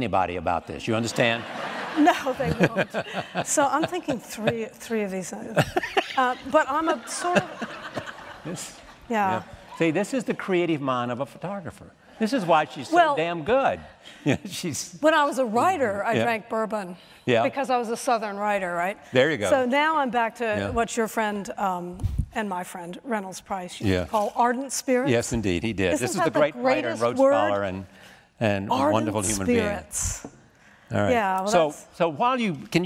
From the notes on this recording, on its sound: 92Y Talks. In front of a live audience at New York’s 92nd Street Y.